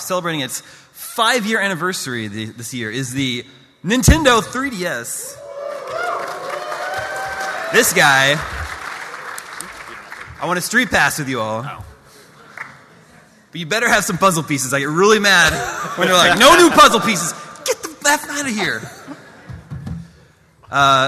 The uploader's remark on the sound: IGN's PAX East 2016 Panel